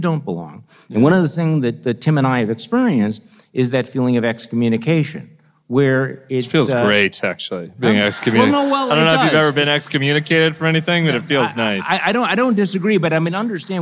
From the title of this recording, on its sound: Live from New York